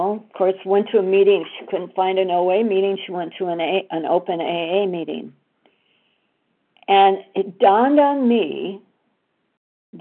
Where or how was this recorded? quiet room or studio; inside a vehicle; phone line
phone line